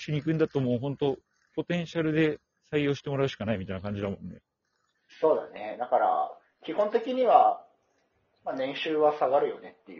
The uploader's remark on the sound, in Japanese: 初ライブなので聞き苦しいです。From Radiotalk。